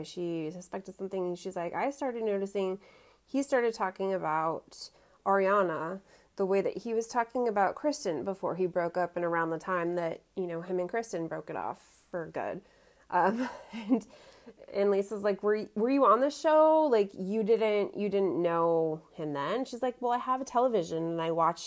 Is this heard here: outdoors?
no